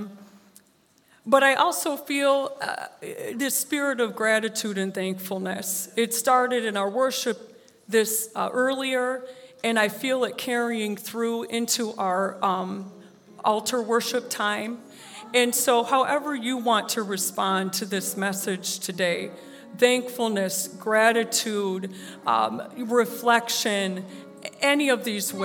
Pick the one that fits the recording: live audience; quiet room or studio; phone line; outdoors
live audience